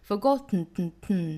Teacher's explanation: Who have forgotten 这个单词其实包含一个鼻爆音啊。那我们来看呢，鼻爆音一般是有这个 to 呢和 the 呢发音组合凑在一起会形成一个鼻爆音。那鼻爆音我们也讲过哈，其实是这个鼻腔爆破一下形成的一个发音